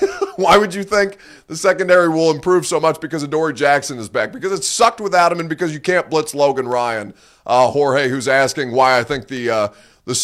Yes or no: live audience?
no